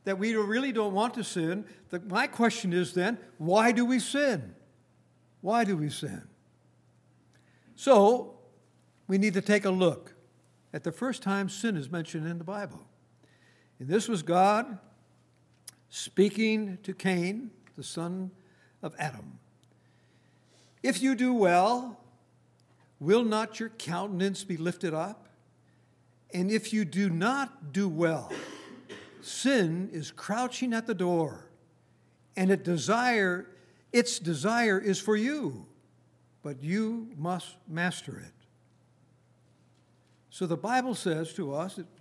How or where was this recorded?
large echoing room